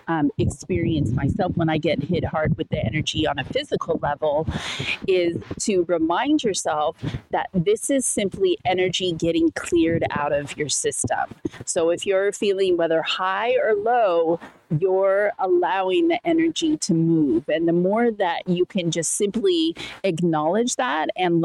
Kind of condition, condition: setting, outdoors